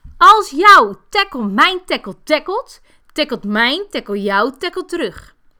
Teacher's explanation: Het leuke is echt dat je daar haast niks voor hoeft te doen, behalve, goh, ik ga eens wat hoger en ik ga eens wat lager praten. En dat in één zin. · Term: intonatie